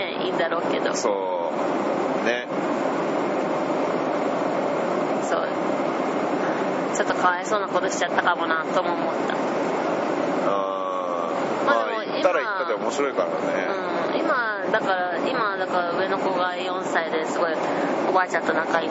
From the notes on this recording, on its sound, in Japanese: 渡航の飛行機で割りと疲れてる状態で。今回は飛行機の中なので、音声がちょっとうるさいです。